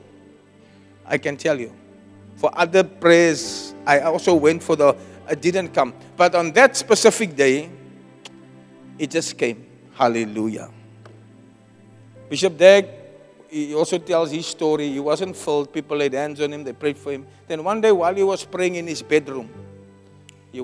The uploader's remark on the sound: Preached at Zion Sanctuary